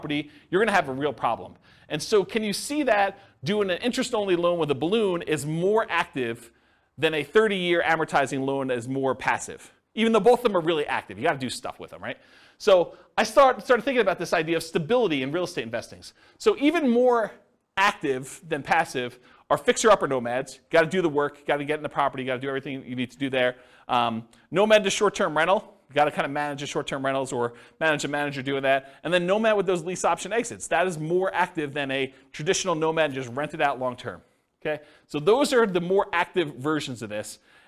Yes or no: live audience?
yes